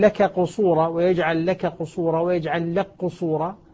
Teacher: أدغمنا الكاف في القاف